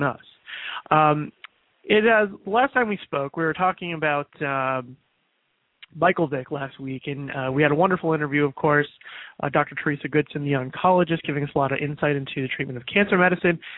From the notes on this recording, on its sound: open up the lines throughout this final broadcast